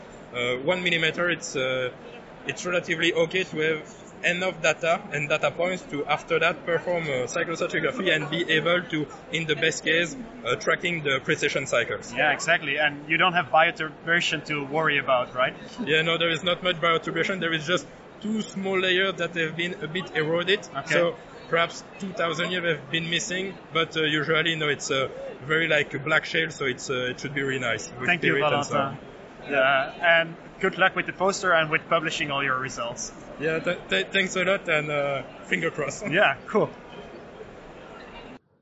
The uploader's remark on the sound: It was recorded during the EGU 2023 meeting. It was recorded during the EGU 2023 meeting.